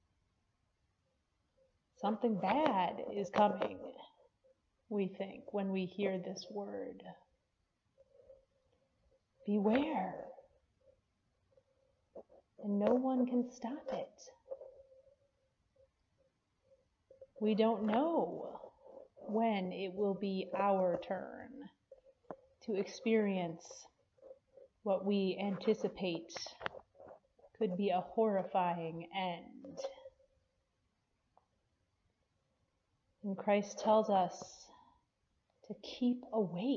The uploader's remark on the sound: Preached at Peace Lutheran Church, Edgemont, AR.